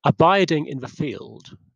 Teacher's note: the second syllable of abiding, and the word field are the accent syllables